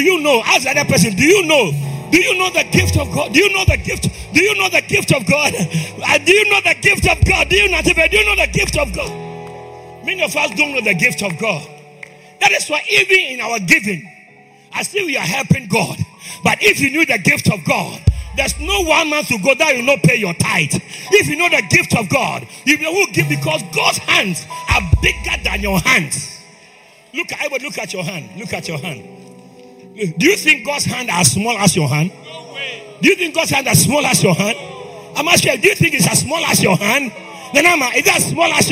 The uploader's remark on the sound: This is a message I preached at the Greater Love Church.